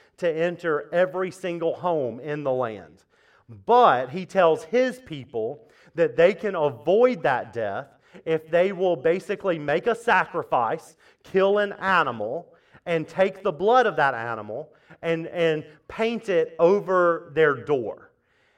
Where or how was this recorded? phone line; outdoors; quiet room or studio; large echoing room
large echoing room